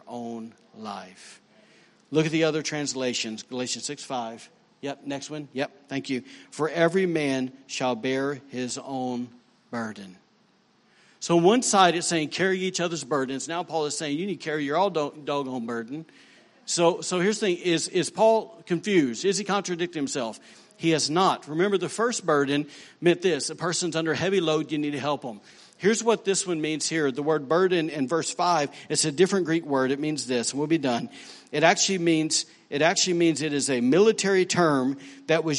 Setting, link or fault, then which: setting, large echoing room